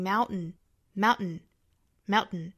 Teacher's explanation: 把这个 t 和后面的一个鼻辅音 n 来做一个鼻腔爆破的发音，也就是发成 mountain, mountain, mountain, stand on mountain, mountain. So I can